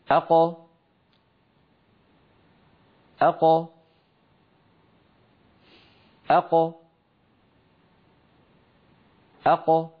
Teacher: القاف تخرج بالتباعد بين أقصى اللسان والحنك اللحمي · Term: القاف المقلقلة